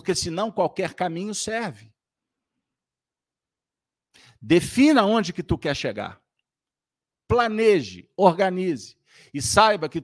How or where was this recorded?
live audience